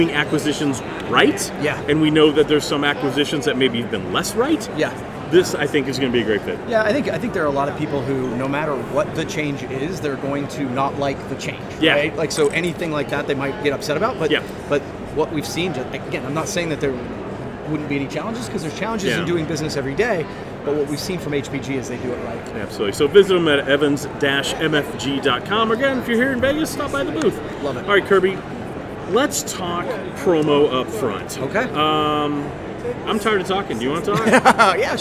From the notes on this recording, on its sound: recording LIVE at the Evans booth at PPAI Expo